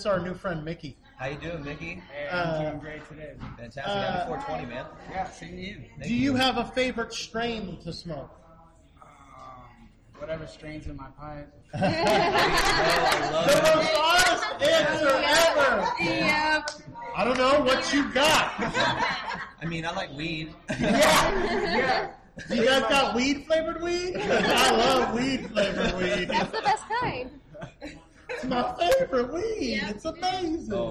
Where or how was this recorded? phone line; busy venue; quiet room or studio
busy venue